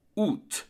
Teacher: So for August, AOUT, generally speaking, the French do not say OU and they say OUT. So that final T is pronounced.